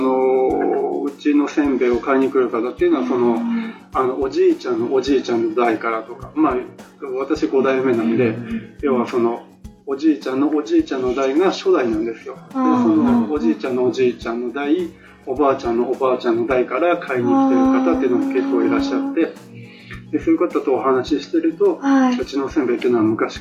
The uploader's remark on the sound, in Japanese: 南部せんべいの老舗 おいらせ町の「川越せんべい店」にお邪魔して出張収録！ただ、機材トラブルがあり、PC直接収録の為かなり音質が悪いです。。。更に、別録りしていたはずのエンディングトークデータが消えてしまいました。。。